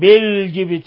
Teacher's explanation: بالجبت الباء ساكنة قلقل، وبعدين بالجبت هذه لام قمرية، ظهرت اللام واضحة جلية